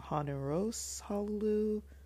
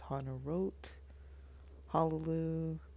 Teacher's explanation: it was always pronounced as an S sound instead of a T sound